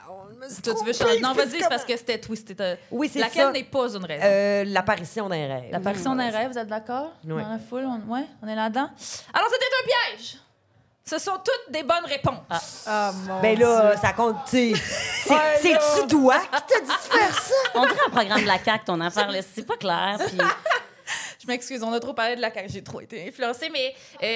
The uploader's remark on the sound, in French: Enregistré devant public à l'Idéal à Montréal.